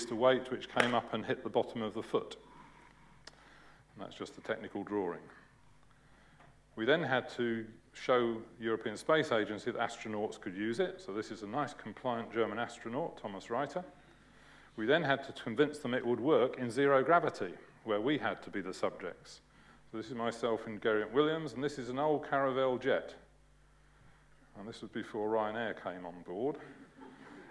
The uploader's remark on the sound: UCL Lunch Hour Lecture